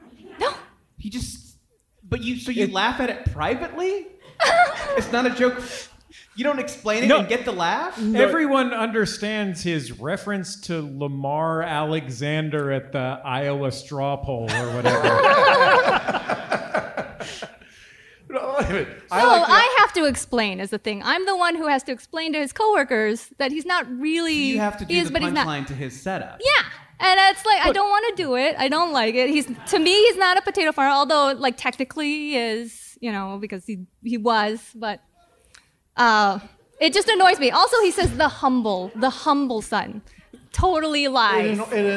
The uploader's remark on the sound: This week’s episode was recorded live in front of an audience at the Masonic Lodge at Hollywood Forever Cemetery in Los Angeles!